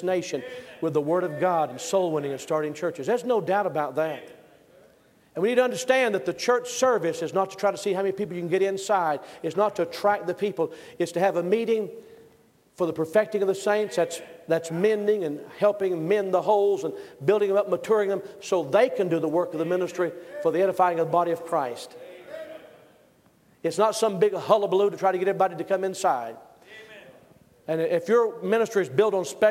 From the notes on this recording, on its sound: Originally preached at the National Sword of the Lord Conference in 2004.